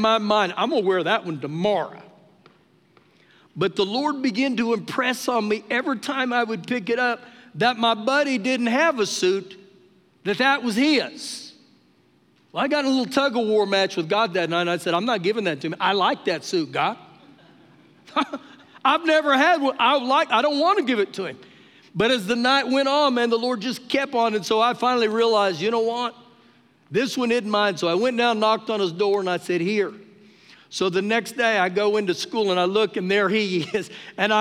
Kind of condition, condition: setting, live audience